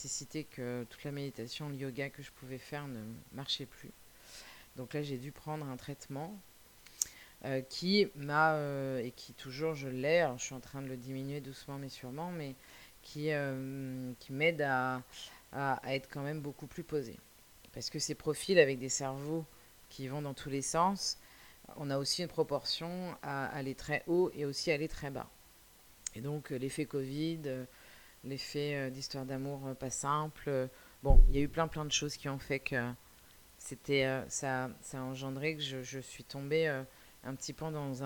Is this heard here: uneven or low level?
yes